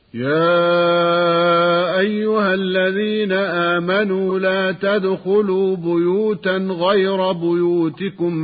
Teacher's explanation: فإذا كان بعد الهاء ألف ساكن حذف الألف في النطق بسبب التقاء الساكنين، فمثلا يا أيها من قوله تعالى: يا أيها الذين آمنوا لا تدخلوا بيوتا غير بيوتكم حتى تستأنسوا وتسلموا على أهلها. حذفت الألف بعد الهاء في النطق، ولم تمد الهاء كما سمعنا، لأن الألف ساكن والتقى بساكن، وهو لام أل من كلمة الذين.